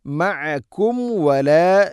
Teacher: മീമിനെ പൂർണ്ണമാക്കി അഥവാ രണ്ട് ചുണ്ട് തമ്മിൽ തട്ടിച്ച് പൂർണ്ണമാക്കി ഉച്ചരിക്കണം.